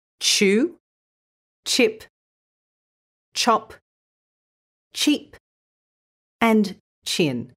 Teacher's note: When you add the t sound to the start of the sh sound, you get ch.